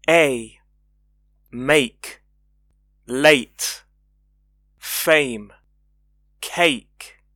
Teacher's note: 双元音 a 由两个短元音组成，分别是 a 和 e。建议大家先分别练习元音 a 和 e 的读法，再从 a 过渡到 e，逐渐连读 a。包含双元音 a 的常见单词有 make, late, fame,cake。